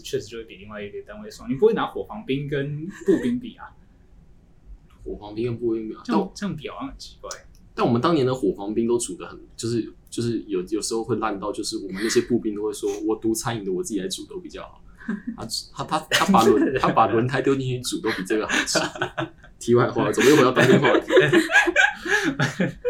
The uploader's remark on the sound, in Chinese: 四人會談要找場地真麻煩，希望有錢後可以大幅升級收音設備及場地。